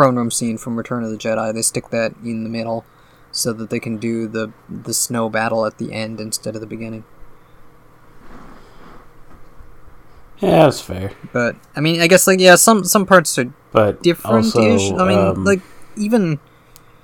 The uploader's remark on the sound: With apologies for the audio quality; it was clipping worse than usual this time.